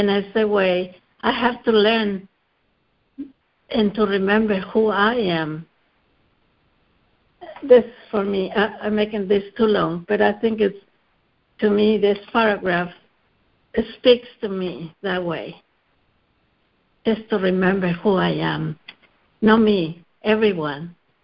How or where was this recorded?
phone line